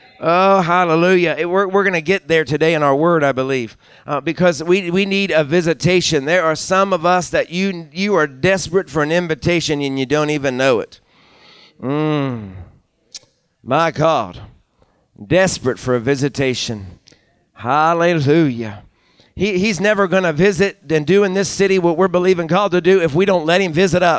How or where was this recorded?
large echoing room